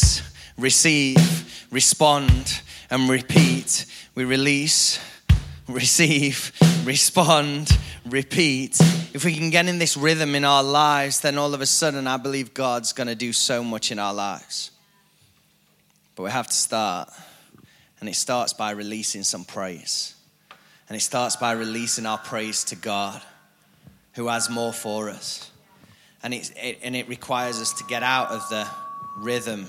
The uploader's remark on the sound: Recorded live at the Chesterfield Campus this is the message from the evening service